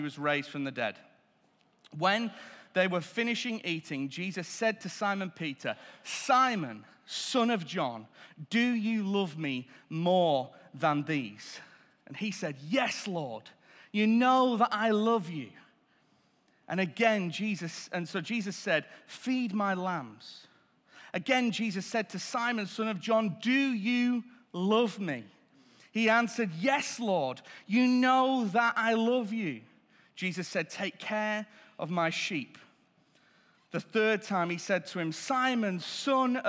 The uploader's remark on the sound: Recorded Live at Life Church Lancashire - Sunday 16th April 2023